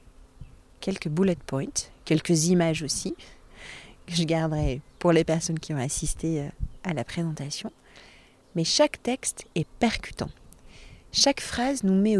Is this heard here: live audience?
no